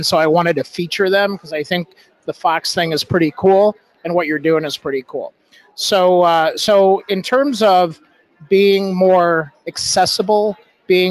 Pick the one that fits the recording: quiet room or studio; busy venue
busy venue